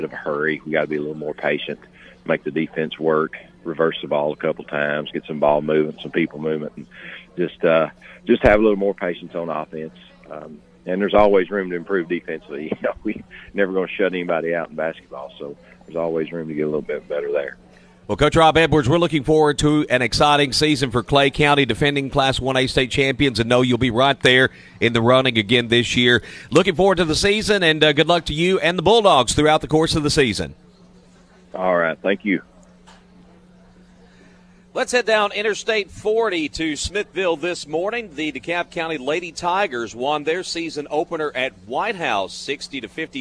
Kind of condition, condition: setting, busy venue